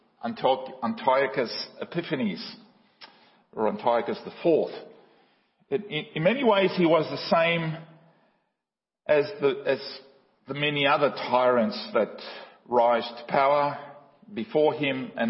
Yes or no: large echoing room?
yes